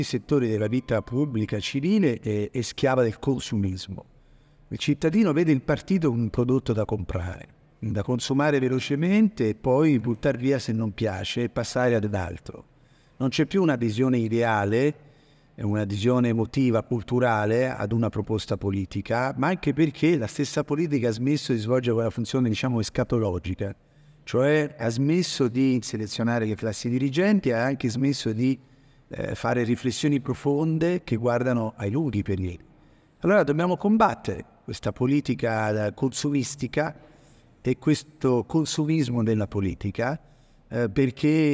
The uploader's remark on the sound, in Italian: Dal Festival nazionale dell'Economia civile di Firenze